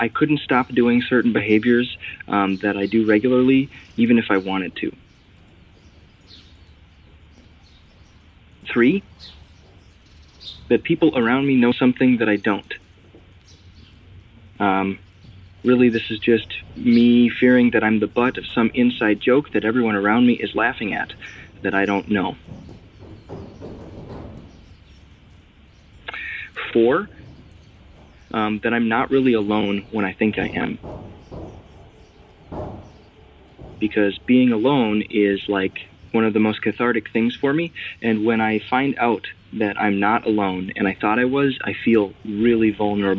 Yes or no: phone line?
yes